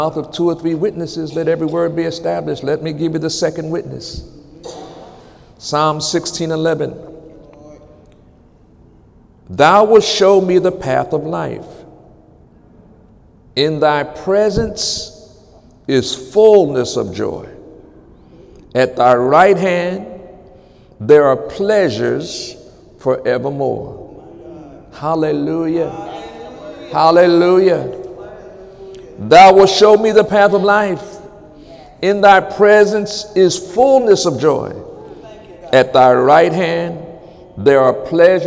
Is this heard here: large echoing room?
yes